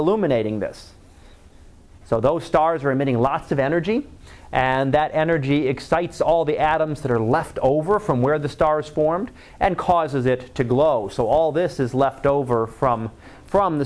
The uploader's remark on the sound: Live Class Lecture